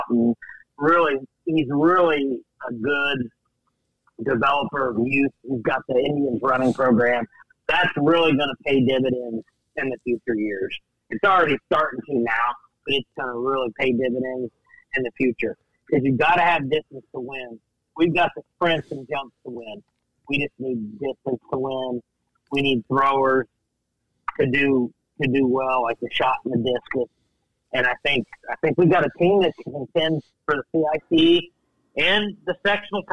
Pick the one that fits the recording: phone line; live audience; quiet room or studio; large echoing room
phone line